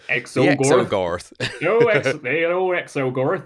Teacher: one of those words that brings out my West Country accent because it's got that rolling R in it